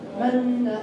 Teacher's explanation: تضم الشفتين ضما ولا تنطق ضمة النون مشددة